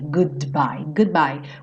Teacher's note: A mesma coisa com esse D do goodbye, ele não é obrigado a aparecer.